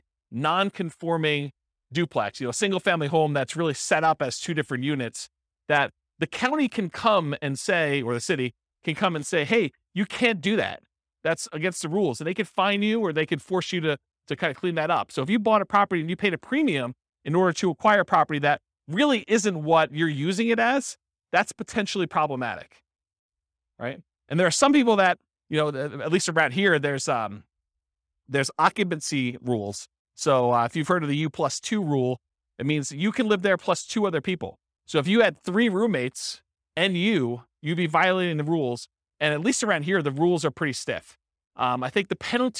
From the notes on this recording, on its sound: This was a live class recorded